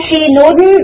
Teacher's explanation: तो यहाँ पर जब तनवीन के बाद मीम आ गया तो ये नून की गुन्ना की क्वालिटी नहीं है यहाँ पे, ये मीम की अपनी क्वालिटी है। नून बिल्कुल कंप्लीटली आप ये कह सकते हैं ड्रॉप हो गया और उसने मीम को डबल कर दिया